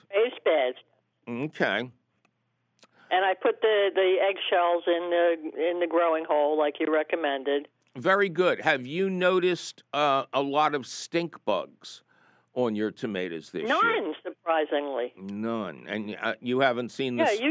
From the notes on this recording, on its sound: your fabulous phone calls!